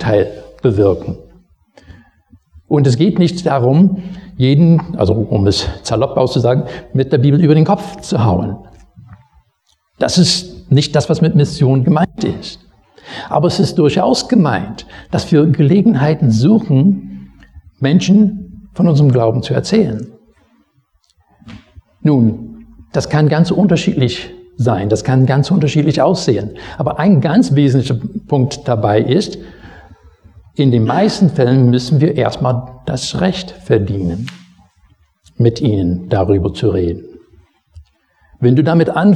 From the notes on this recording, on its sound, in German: Predigt aus dem Gottesdienst vom 27.